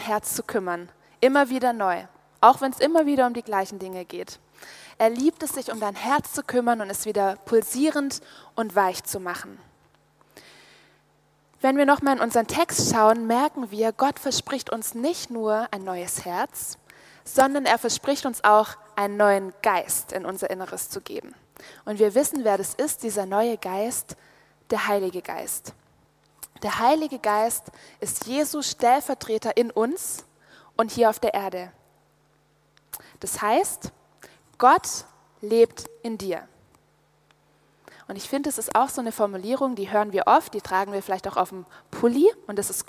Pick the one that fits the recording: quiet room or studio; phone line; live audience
live audience